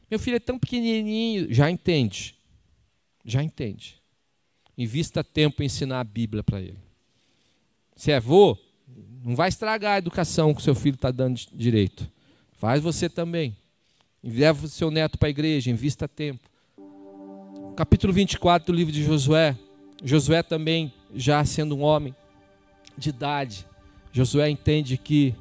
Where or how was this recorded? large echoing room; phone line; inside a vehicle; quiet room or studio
large echoing room